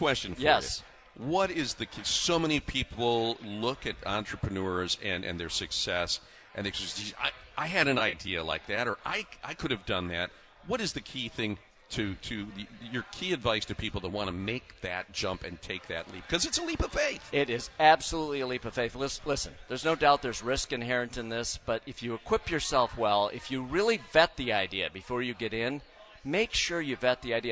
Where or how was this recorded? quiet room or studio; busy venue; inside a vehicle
busy venue